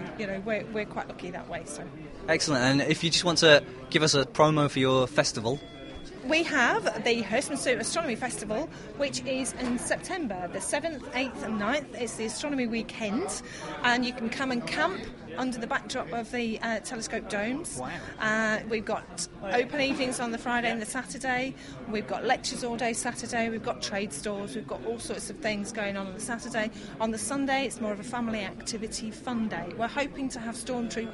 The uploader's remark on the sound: This month we took our brand new recording kit to Astronomy Now's Astrofest 2007 to talk to some of the exhibitors and visitors.